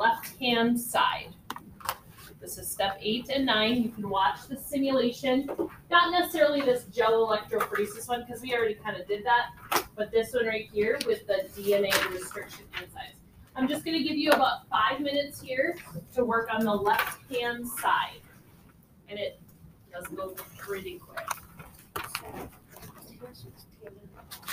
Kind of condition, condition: fault, background noise